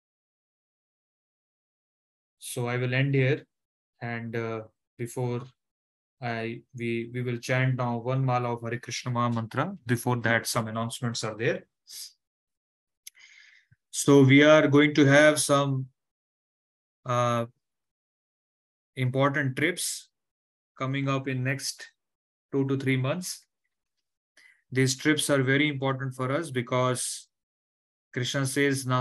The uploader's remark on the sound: Zoom platform